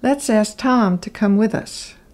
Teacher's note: To is usually reduced to a slight T sound.